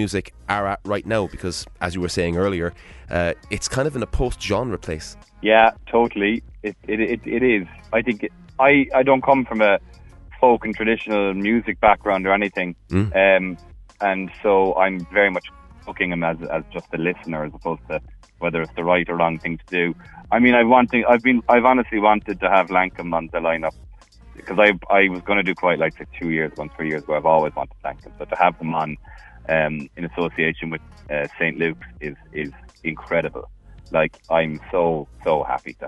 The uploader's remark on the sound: we’re joined on the phone by musician, promoter, artist manager, and Quiet Lights festival head